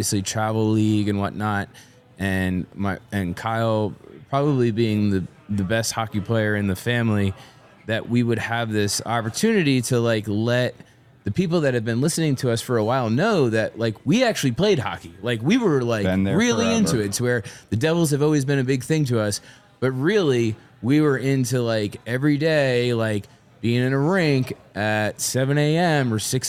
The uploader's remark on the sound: This episode was recorded live in Asheville NC.